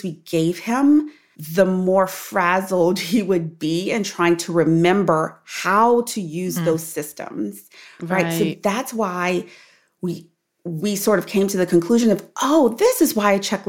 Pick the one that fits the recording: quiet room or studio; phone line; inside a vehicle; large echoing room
quiet room or studio